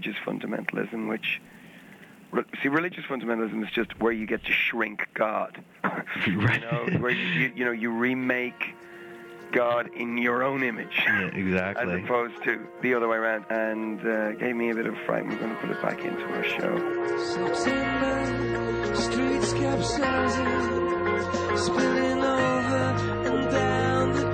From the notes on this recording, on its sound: By phone // Minidisc recorder.